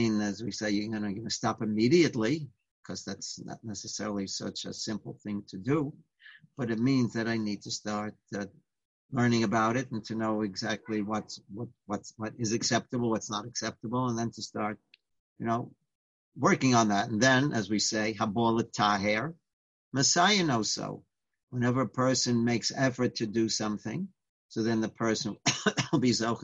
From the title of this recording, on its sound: Live On Zoom